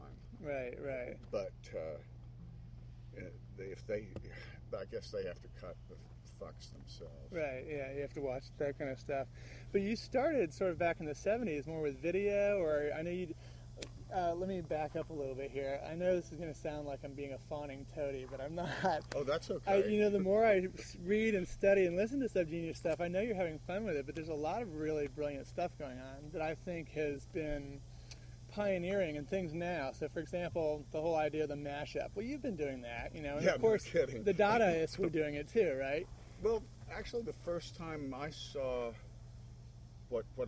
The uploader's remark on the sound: recorded at Starwood Festival XXX on Wisteria Campgrounds